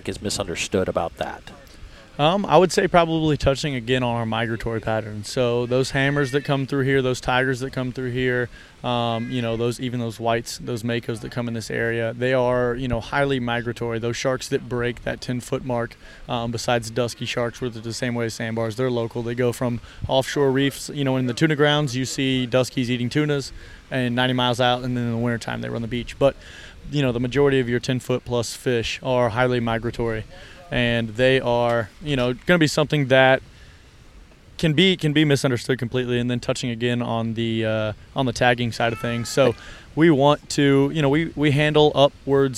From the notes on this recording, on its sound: This recording was live at the beach while they were working. One of the fishing lights started to droop.